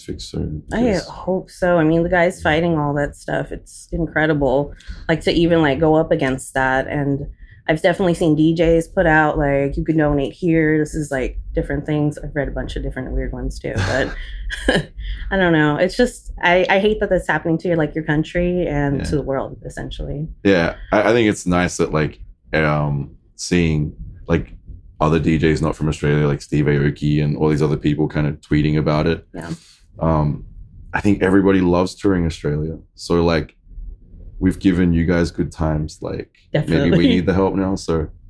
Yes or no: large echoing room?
no